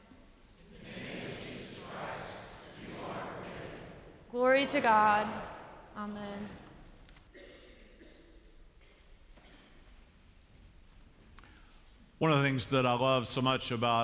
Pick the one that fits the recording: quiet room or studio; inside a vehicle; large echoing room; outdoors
large echoing room